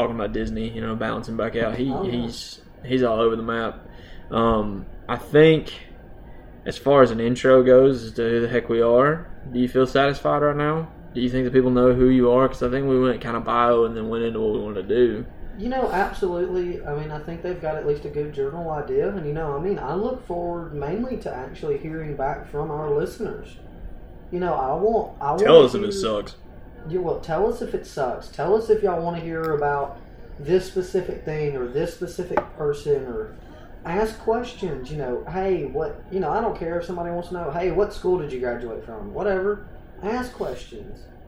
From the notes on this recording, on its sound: Why we're coming to you live from a package store.